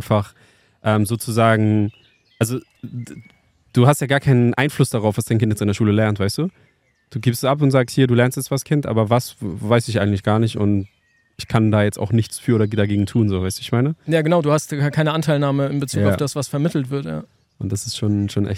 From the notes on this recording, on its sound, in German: Die Folge haben wir Ende Juni in der Schweiz auf einem Campingplatz für euch aufgenommen.